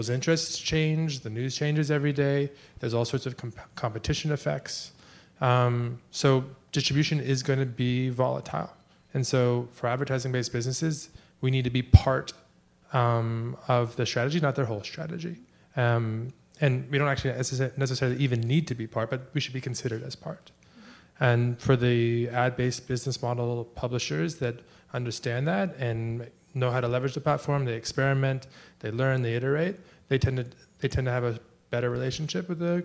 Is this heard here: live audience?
yes